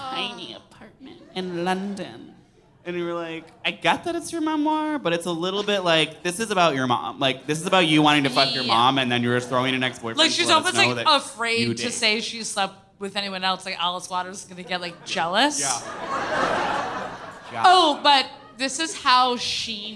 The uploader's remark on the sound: Live from SF